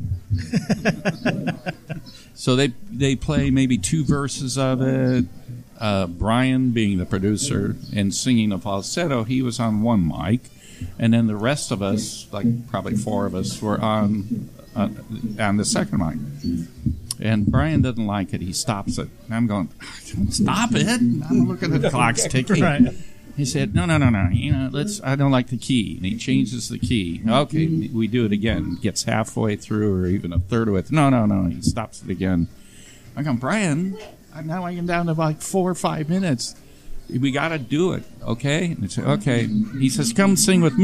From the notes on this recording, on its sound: from the private debut of …'s Tiki Lounge in Huntington Beach, California.